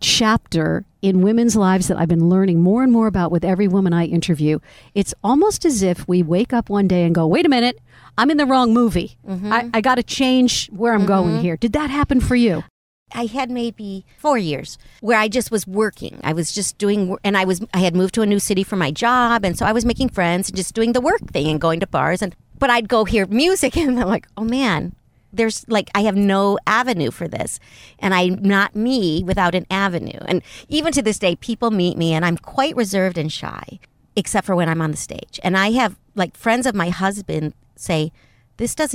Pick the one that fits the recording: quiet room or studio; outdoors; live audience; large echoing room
outdoors